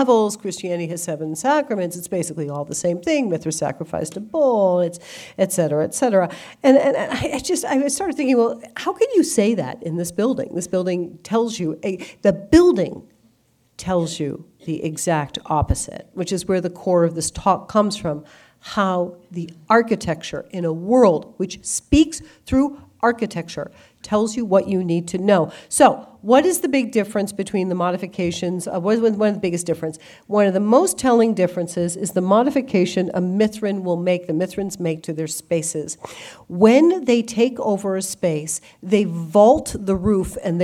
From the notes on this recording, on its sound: Delivered an exclusive lecture to the Christendom College community. The talk was part of Christendom College’s Major Speakers Program.